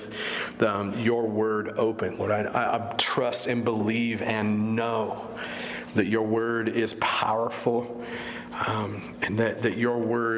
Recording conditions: large echoing room